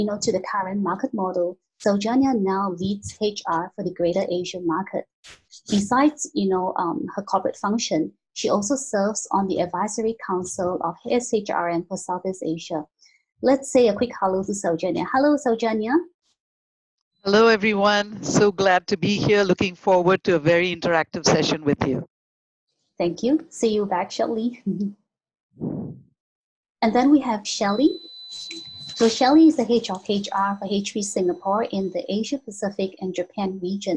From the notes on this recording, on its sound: Delivered great insight in the webinar. They fielded interesting, pre-submitted questions from viewers. The webinar was a great opportunity for PSPs in the APJ region to learn useful HR tips from experienced pros.